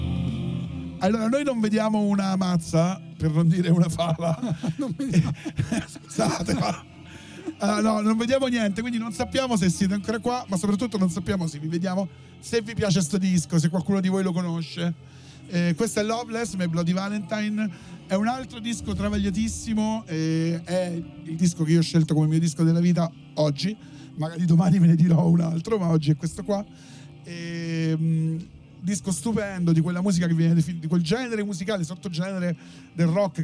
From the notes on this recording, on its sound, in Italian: La registrazione della puntata live realizzata a Bologna